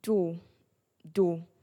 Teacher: Yes, it's low pitched. It sounds like the word is dropping, or it's falling. · Term: amio isale